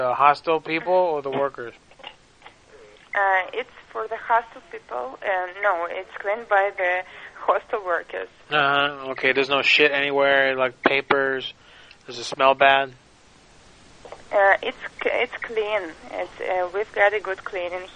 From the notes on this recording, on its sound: …'s Personal Prank Phone Calls Collection.